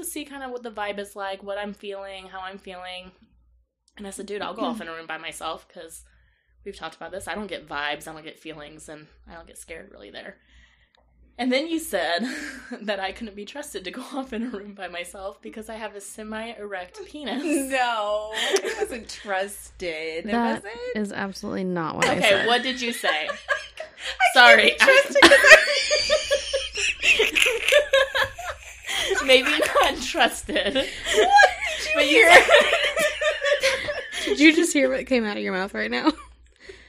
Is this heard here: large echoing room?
no